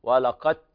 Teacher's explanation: الدال تضغم في التاء لا تنطق الدال. ولقد قاف تاء مباشرة.